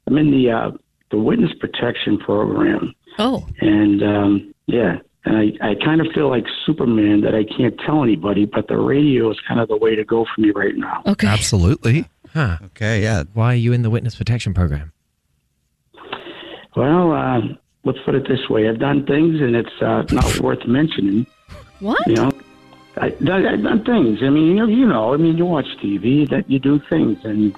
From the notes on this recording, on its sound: The guy on the phone